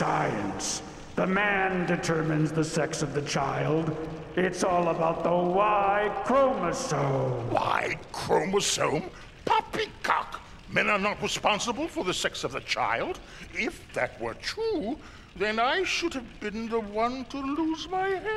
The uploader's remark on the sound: Recorded live from the Swedish American Museum in Chicago.